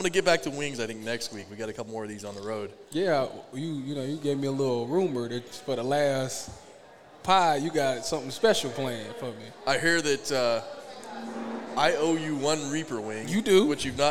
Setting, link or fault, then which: setting, busy venue